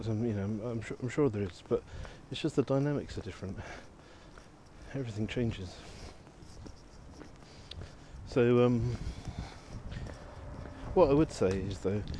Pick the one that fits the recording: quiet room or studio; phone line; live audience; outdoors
outdoors